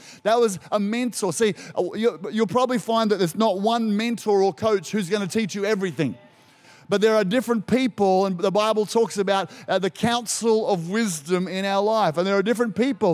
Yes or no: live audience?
yes